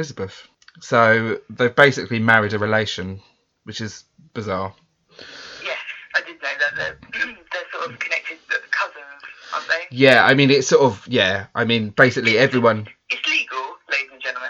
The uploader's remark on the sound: Joining me via the phone, apologies about the sound.